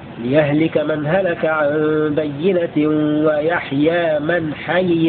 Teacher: بكسر الياء الأولى وفك الإدغام